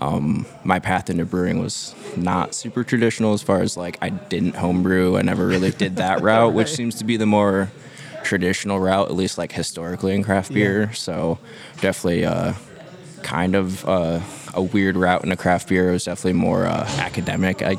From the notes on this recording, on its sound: Recorded at Tap That Downtown, a self-serve beer bar in Downtown Phoenix.